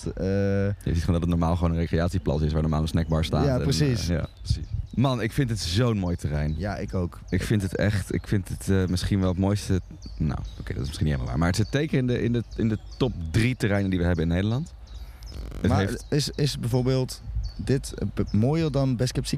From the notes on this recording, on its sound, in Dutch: Down The Rabbit Hole is het beste festival van Nederland. Live vanaf de Down The Rabbit Hole camping.